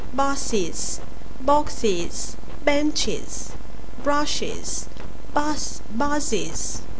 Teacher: Terminația s, după cum cred că ai remarcat în pronunția mea, se citește is.